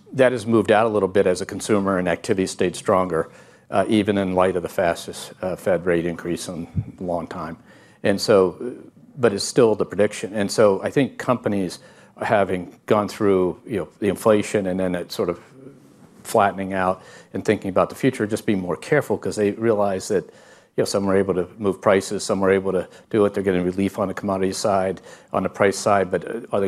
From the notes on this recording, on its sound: At the Bloomberg Invest conference in New York.